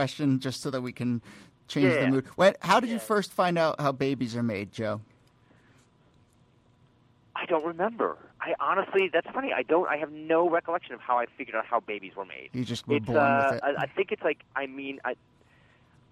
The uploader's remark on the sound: Another WFMU call-in special -- Ask Roulette live with callers and special guests.